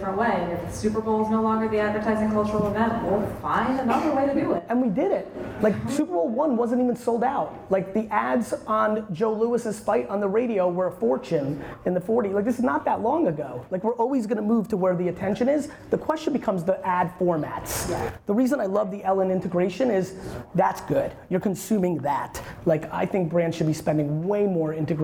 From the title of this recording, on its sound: Speaking On A Panel At Knotch